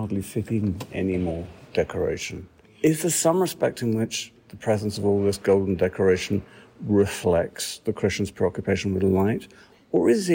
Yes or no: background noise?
yes